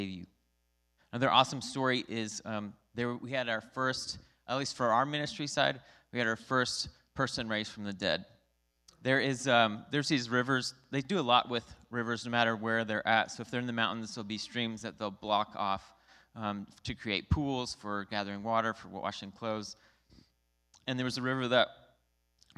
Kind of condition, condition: setting, large echoing room